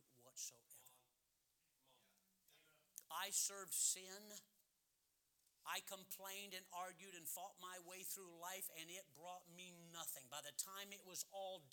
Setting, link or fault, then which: setting, large echoing room